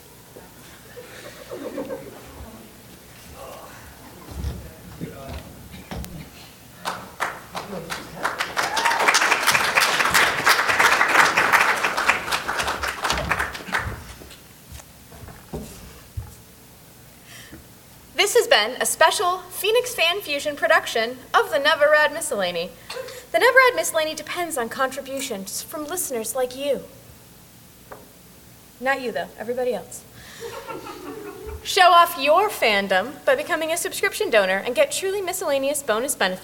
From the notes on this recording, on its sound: At a Phoenix Fan Fusion live show. Today, we are welcoming all of you as new Miscellanists in person.